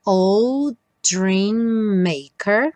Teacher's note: Dream maker, temos MM. Só um M aparece.